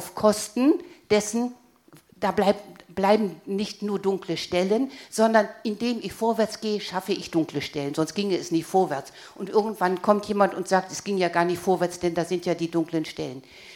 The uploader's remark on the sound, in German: Publikumsdiskussion